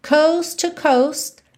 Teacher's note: coast termina em T, to, começa em T, coast to. Você tem um T só